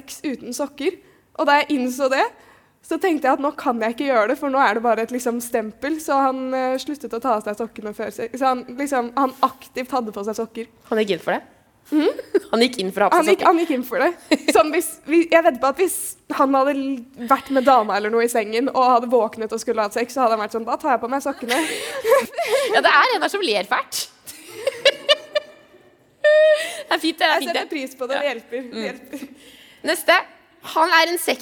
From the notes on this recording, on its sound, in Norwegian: foran et levende publikum under Trondheim Pride